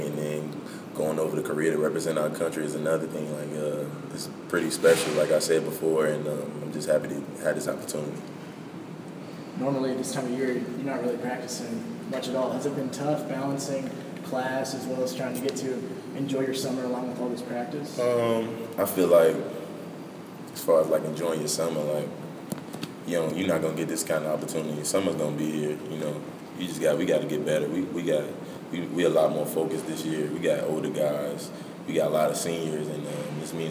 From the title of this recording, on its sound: Press Conferences & Post-Game Interviews